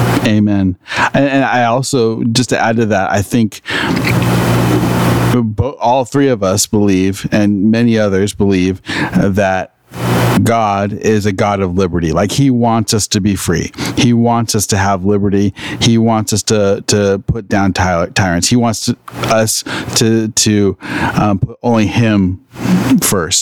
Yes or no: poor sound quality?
yes